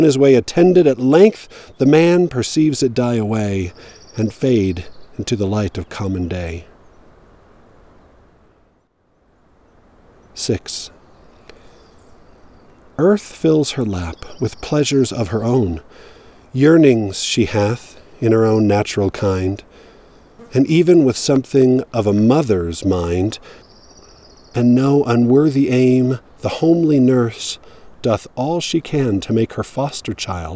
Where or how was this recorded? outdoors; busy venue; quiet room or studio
outdoors